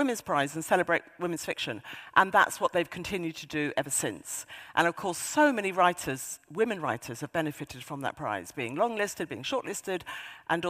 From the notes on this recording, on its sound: at the 2023 Auckland Writers Festival